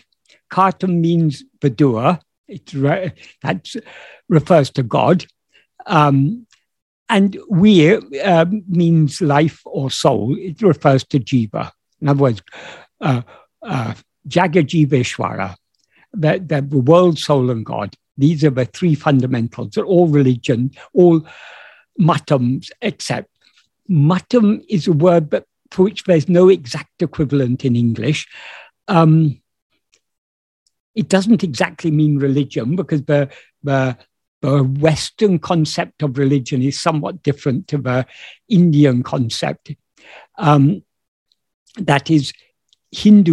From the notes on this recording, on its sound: In a Zoom meeting with Sri Ramana Center, Houston